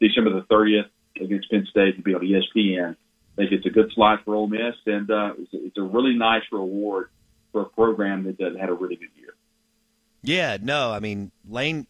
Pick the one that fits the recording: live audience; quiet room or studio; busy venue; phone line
phone line